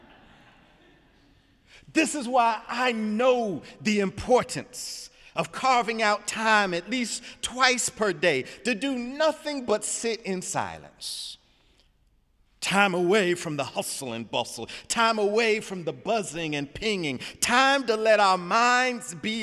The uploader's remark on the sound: Sunday sermon February 4, 2018 in the Memorial Church of Harvard University